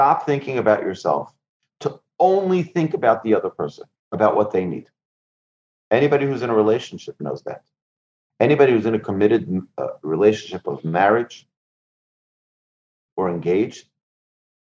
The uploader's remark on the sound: Recorded presentation to an online audience at Cong. Beth Yeshurun on May 31, 2020, in Houston, Texas.